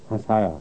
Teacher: عام طور پہ لوگ ہنسا کہہ دیتے ہیں، بعض عام طور پہ تو نہیں مگر بعض دفعہ، تو نون اور سین جب اکٹھے ہوں تو جس طرح عربی میں بعض الفاظ مدغم ہوتے ہیں تو یہ مدغم ہو جاتا ہے سین میں، اور نون کی بجائے نون غنہ بن جاتا ہے